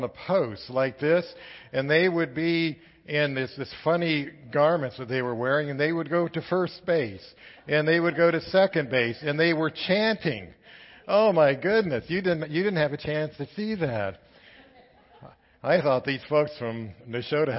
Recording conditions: large echoing room